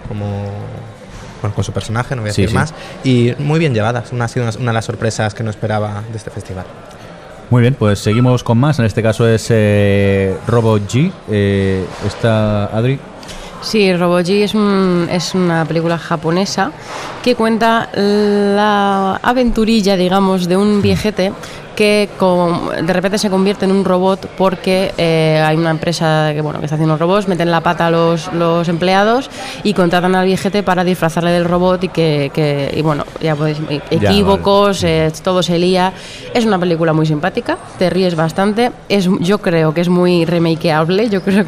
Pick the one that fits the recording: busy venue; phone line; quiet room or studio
busy venue